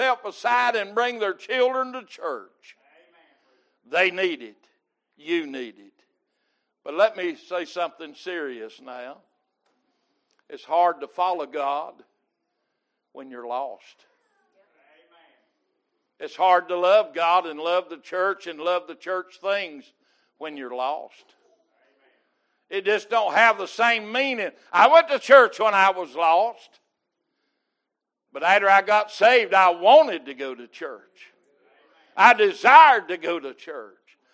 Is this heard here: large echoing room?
yes